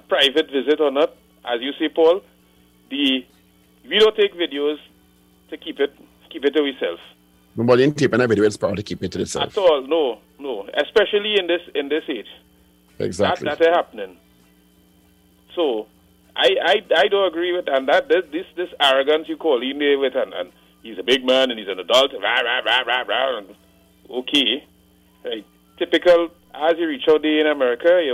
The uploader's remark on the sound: we take more calls from the audience